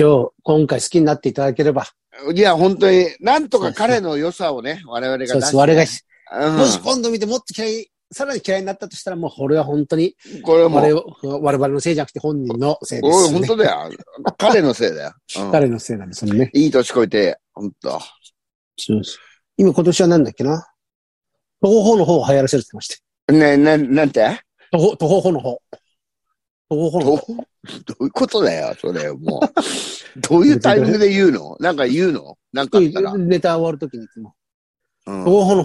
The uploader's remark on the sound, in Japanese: ZOOMで収録